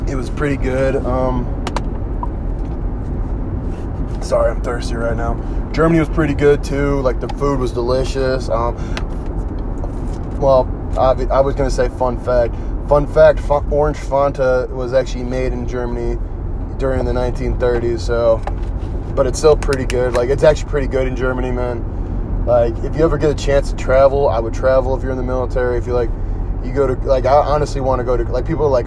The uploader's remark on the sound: Driving home